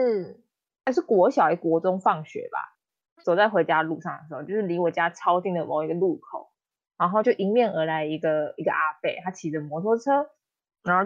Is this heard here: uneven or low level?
yes